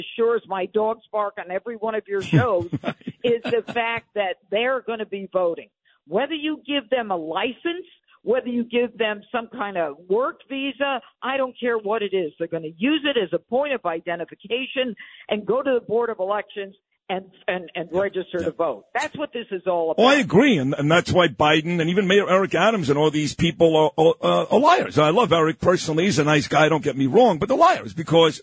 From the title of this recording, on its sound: calls